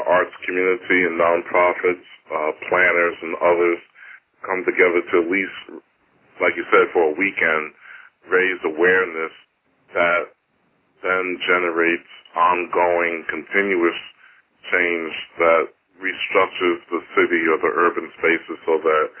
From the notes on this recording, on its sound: Call recorded on February 9, 2012.